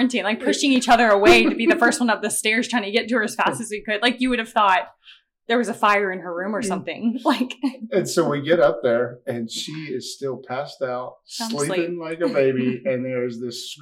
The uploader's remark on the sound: Please excuse our mic issues this episode.